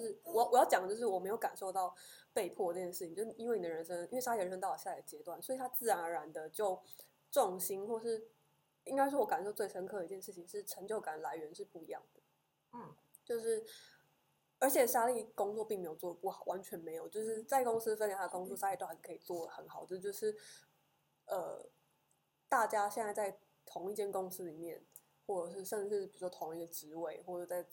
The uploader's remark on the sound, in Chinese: 感謝只要有人社群顧問提供錄音器材及場地。這集收音品質出了點問題。